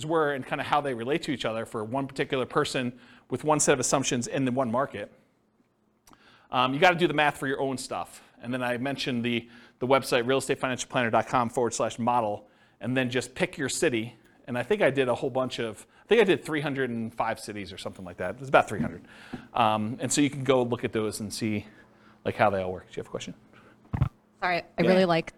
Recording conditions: live audience